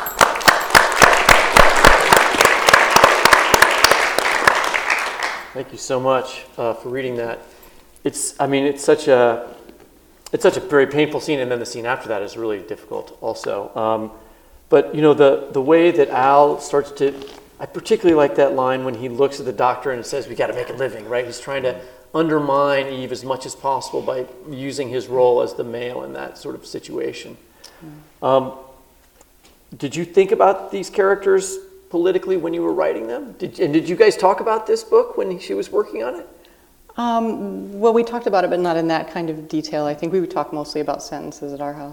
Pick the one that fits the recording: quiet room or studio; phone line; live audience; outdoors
live audience